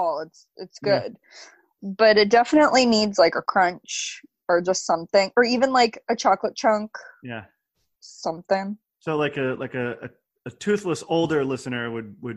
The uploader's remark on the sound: This is the only Zoom-recorded episode so far.